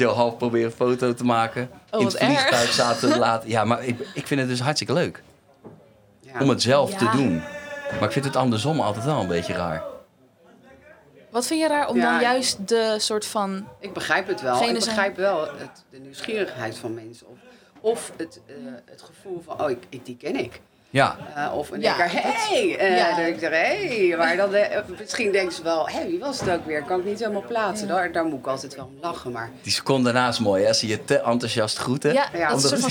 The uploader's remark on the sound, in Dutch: Het is behoorlijk heet in de Kleinste Kroeg van Nederland die backstage staat bij De Vrienden van Amstel LIVE.